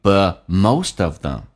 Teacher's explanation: But 的 t 去掉，这叫略音